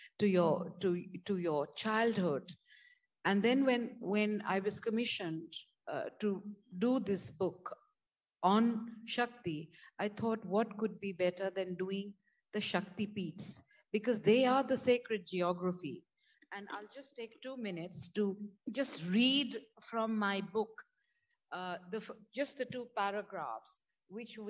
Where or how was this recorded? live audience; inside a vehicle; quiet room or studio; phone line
live audience